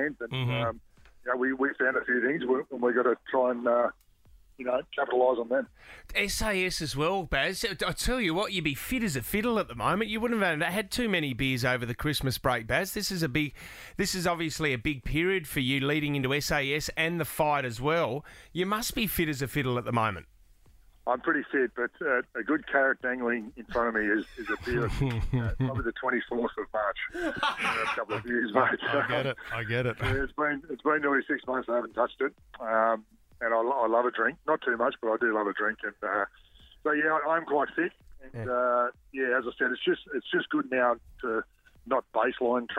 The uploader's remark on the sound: On the phone.